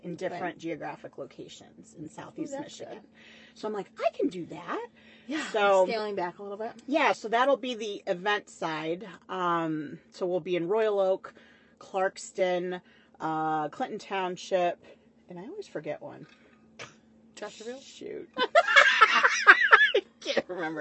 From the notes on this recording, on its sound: We may or may not have recorded this in my Truck, In her drive way, drinking a glass of red.